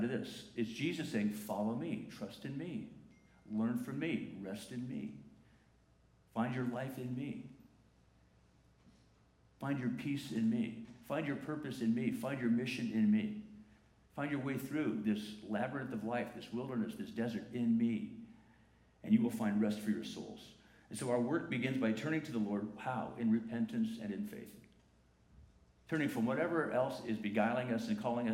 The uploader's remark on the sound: La Jolla Community Church held its Annual Congregational Meeting right before the recording of this service. This is a recording of the 10:45 am service on Sunday, May 19, 2019.